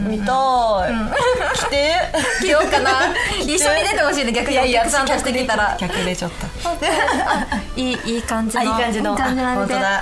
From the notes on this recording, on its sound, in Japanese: 好評につき2回目の公開収録です。